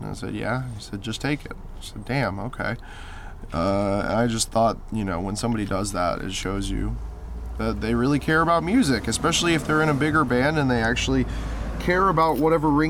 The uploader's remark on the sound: someone practicing their trumpet in the distance as we talk on New Orleans streets